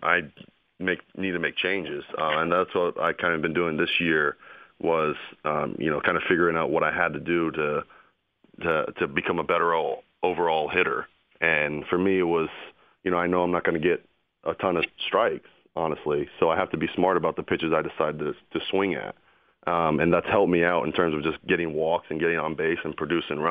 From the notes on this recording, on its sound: called in to the Ben and Skin show